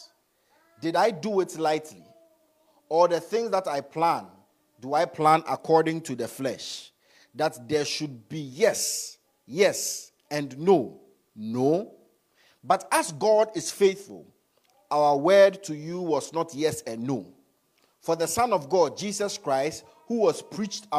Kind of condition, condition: setting, large echoing room